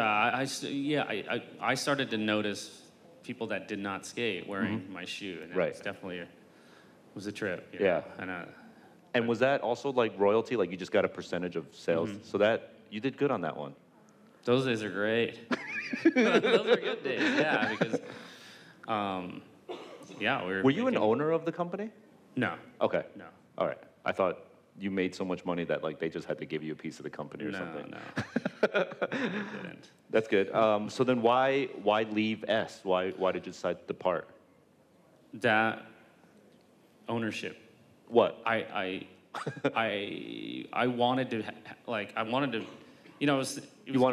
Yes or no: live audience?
yes